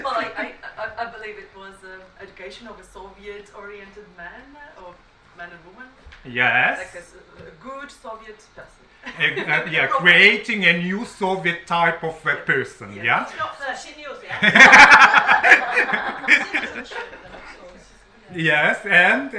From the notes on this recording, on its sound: speaks at the SRHE International Research and Researchers Network event